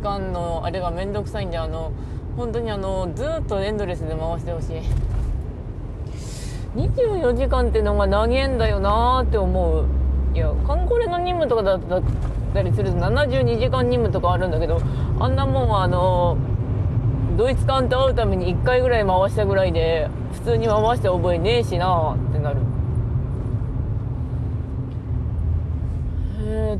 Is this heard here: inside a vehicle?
yes